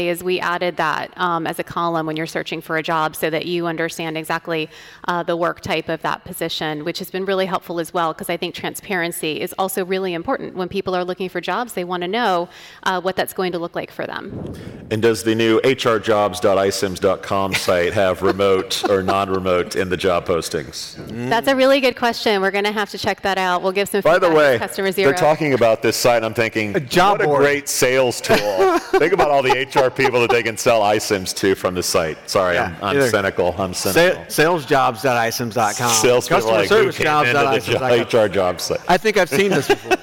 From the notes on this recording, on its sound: LIVE at iCIMS Inspire. The LIVE onstage energy is back with this performance.